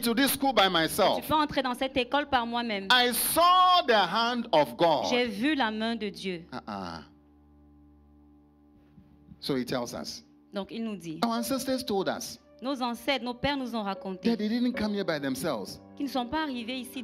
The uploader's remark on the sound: Preached during Joyful Hour Sunday Service